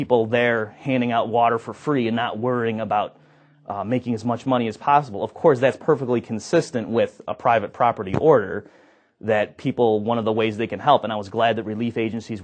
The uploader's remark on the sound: From the 2006 Austrian Scholars Conference.